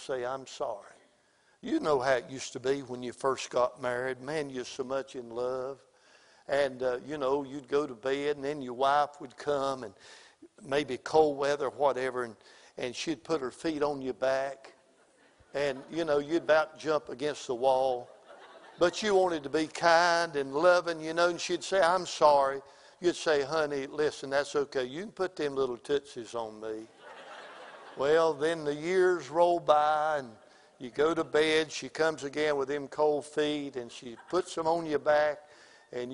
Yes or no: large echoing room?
yes